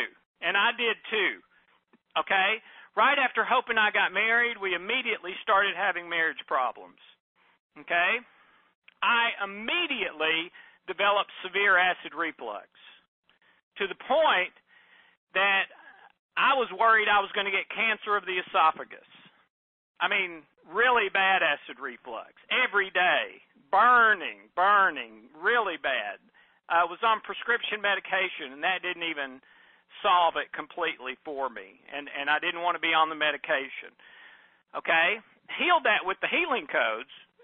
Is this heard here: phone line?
yes